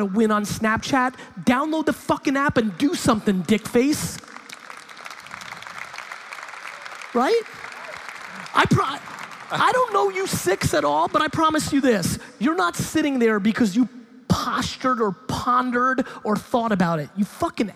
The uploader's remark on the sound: In this keynote I stop in Hamburg, Germany for a talk at the Online Marketing Rockstars Expo. Keynote/Q&A.